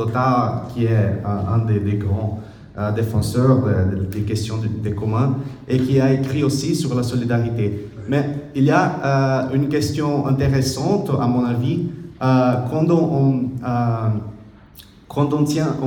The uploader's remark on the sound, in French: Echanges avec le public.